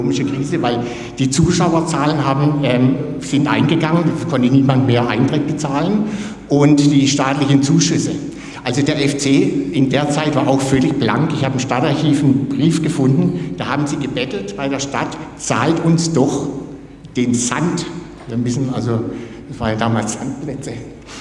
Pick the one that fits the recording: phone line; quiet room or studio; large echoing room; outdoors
large echoing room